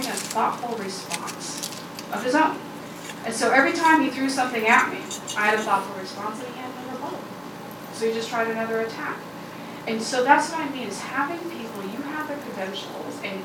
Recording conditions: busy venue